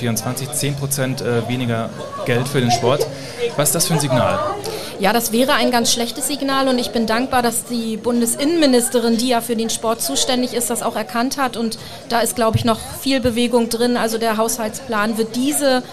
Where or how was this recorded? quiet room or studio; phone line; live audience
live audience